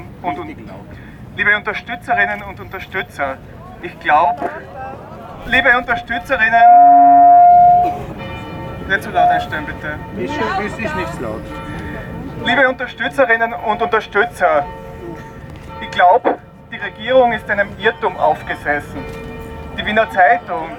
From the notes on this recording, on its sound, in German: April 2023 in Wien für den Erhalt der Wiener Zeitung. Ungeschnittene und unbearbeitete Aufnahme der Reden auf der Auftaktkundgebung am Helmut-Zilk-Platz und der Abschlusskundgebung beim Deserteursdenkmal vor dem Bundeskanzl*amt am Ballhausplatz.